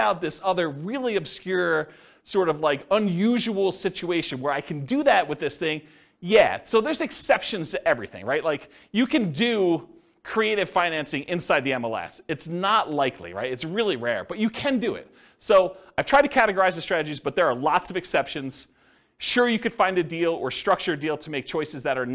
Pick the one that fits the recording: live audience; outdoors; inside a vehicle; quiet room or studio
live audience